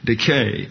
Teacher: It's decay. This is a eta, a long E, and therefore pronounced as if it were an English long A